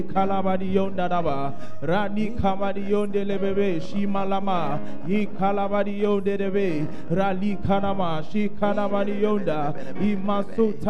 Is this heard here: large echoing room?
yes